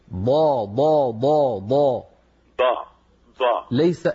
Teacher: إذن الضاد من حافتي اللسان ولا تتكئ ولا تضغط على طرف لسانك الأمامي